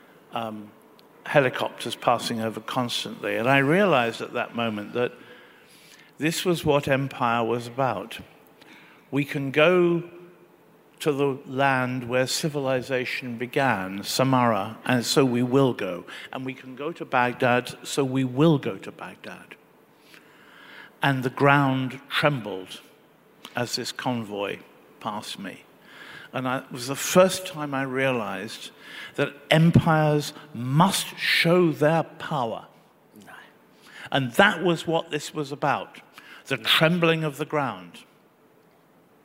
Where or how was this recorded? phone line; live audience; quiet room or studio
live audience